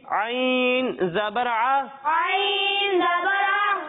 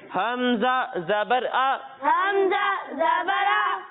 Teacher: جب ہم عین کی ادائیگی کریں گے تو اس کی ادائیگی حلق کے درمیان حصے سے ہوگی · Shown in: first take · کہاں سے ہوگی؟